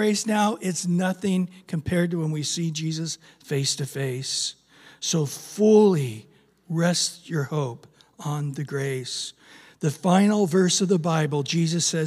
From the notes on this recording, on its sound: Recorded at Calvary Chapel of Los Alamitos